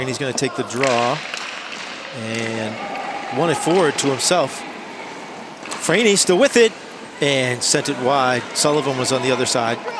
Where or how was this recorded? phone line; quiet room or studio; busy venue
busy venue